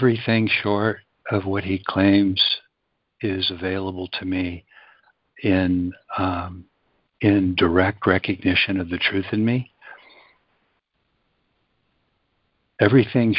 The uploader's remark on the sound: ACIM Daily Conference Call